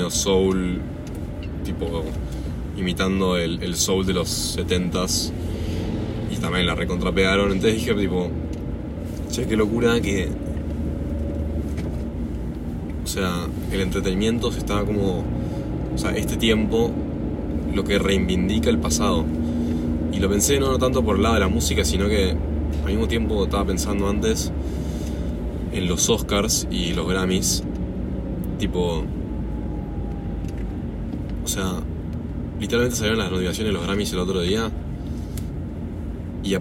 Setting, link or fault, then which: setting, inside a vehicle